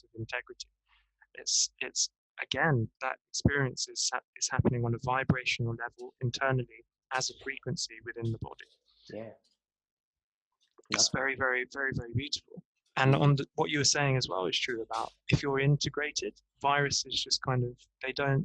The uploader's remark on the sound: the sound is a little whack but that is the wonder of zoom, headsets and transcontinental Wi-Fi connections.